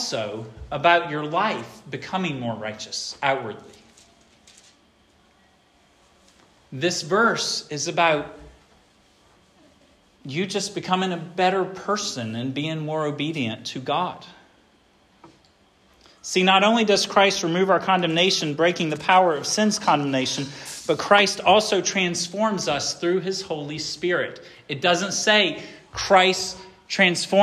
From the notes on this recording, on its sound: This sermon was preached at Hope Fellowship on March 19, 2023